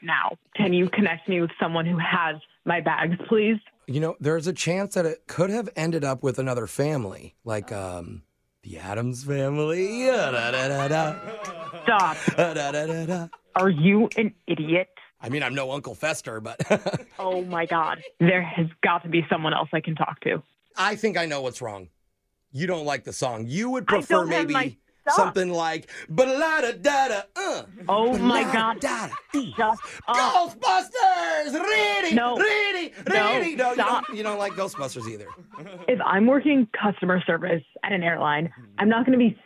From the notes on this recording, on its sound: prank call